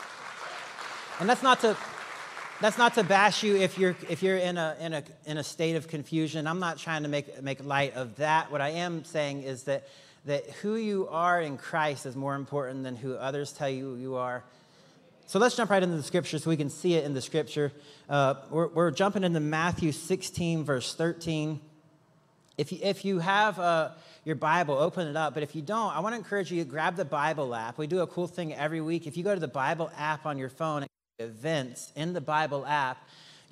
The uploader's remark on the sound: Recorded live on October 22, 2023 at Church On The Rock